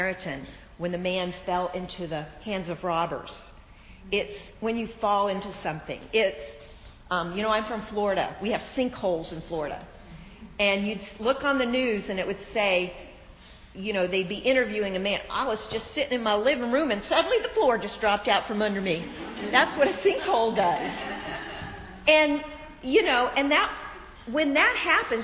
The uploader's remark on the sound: This powerful lesson was the keynote speech at our annual women's day event.